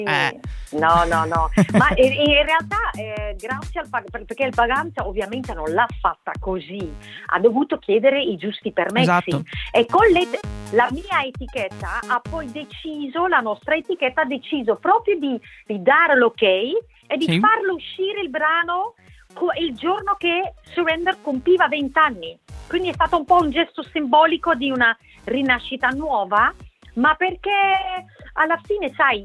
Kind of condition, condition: link, phone line